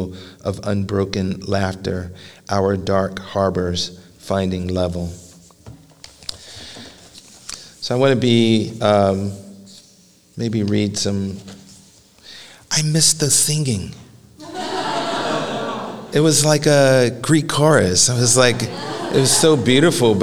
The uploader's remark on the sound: live at The Philadelphia Ethical Society